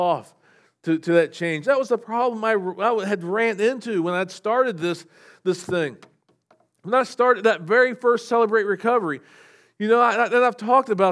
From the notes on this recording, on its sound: SVBC Morning Service. Recorded at Shenandoah Valley Baptist Church on Jan 21, 2024.